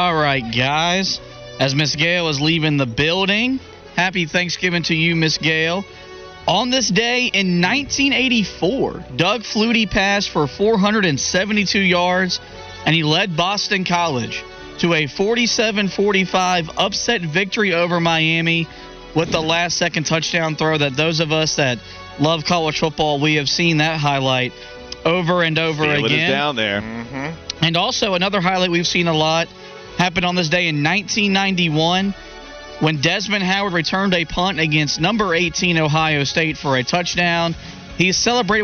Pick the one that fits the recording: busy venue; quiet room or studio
busy venue